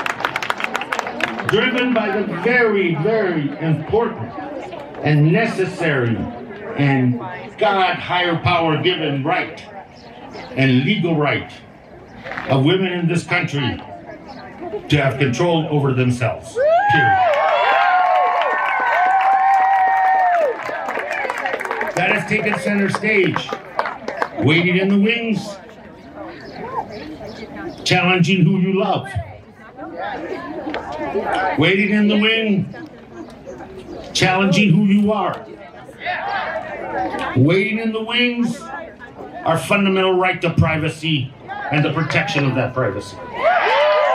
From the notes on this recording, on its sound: The second half of the podcast includes two of the speeches from the Tucson Bans Off Our Bodies rally on May 14, 2022